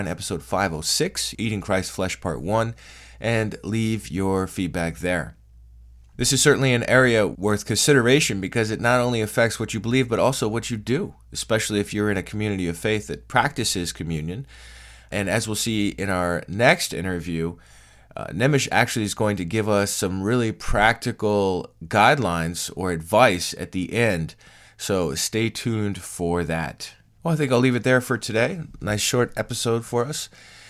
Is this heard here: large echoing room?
no